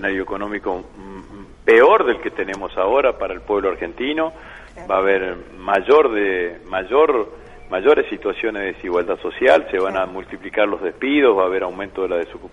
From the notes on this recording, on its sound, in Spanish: Entrevista telefónica.